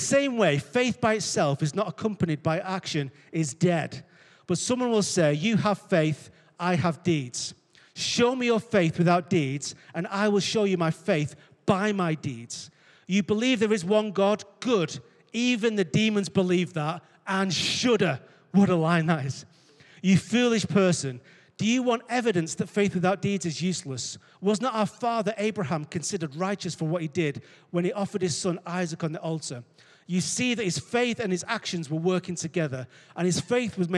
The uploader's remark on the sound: Recorded live at Life Church Lancashire 12th June 2022.